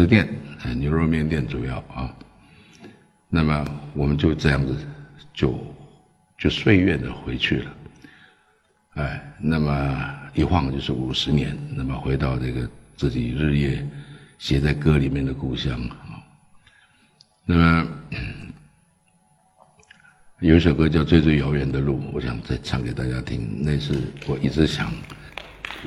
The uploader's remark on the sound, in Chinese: 一席现场